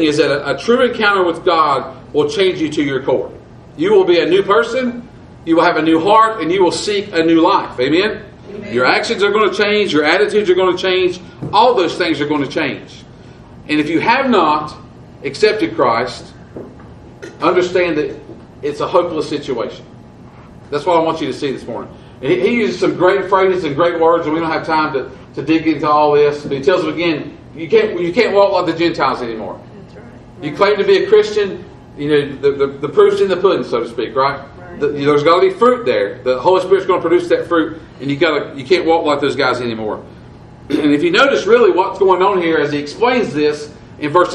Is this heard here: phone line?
no